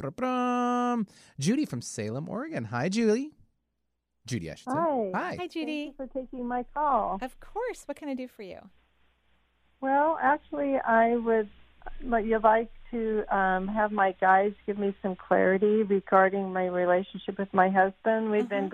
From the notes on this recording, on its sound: we're celebrating with a call-in show today